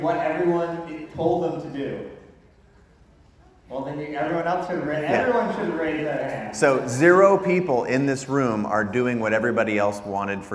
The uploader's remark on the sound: Today you’re joining me in Jamaica where I gave a keynote to rising stars; part of Richard Branson’s Center for Entrepreneurship. Getting to hear from 3 different entrepreneurs on stage.